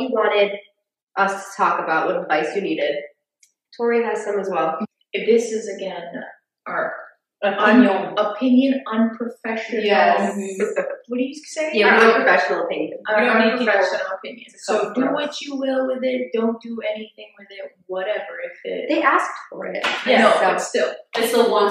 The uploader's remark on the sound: Yes we recognize the audio was not great in this one. We had a mishap.